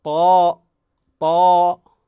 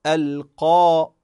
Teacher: غلظنا حرف الألف هنا باعتبار حرف الذي يسبقها، الحرف الذي يسبقها هو حرف مستعلى حرف الطاء، وكذلك القاف مثلا القارعة القارعة. · Term: استعلاء الألف